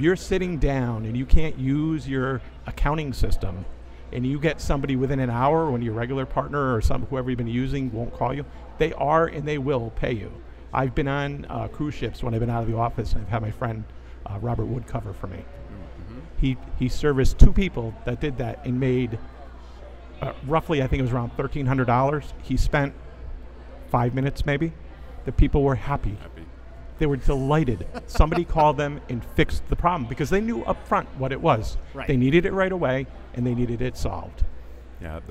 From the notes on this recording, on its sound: Live from #SageSummit. BROADCAST LIVE FROM THE SAGE SUMMIT 2015 IN NEW ORLEANS, LOUISIANA.